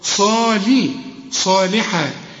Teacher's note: هنا الصاد مفخمه واللام مرققه